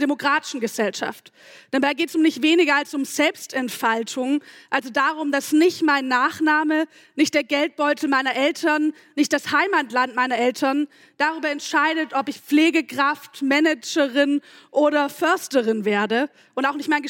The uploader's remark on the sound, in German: Die zahlreich gestellten Publikumsfragen beantworten. Fand im Rahmen der achten Langen Nacht der ZEIT am Samstagabend.